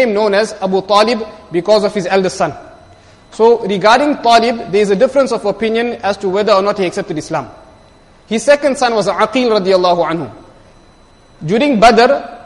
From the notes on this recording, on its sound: Jumuah lecture